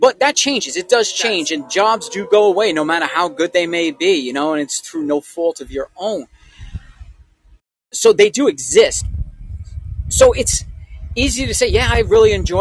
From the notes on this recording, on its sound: Was recorded live over the Wisdom app. The show was recorded outside our home studio so there will be background noises, wind dogs barking, and the like. We took complete advantage of a beautiful August day!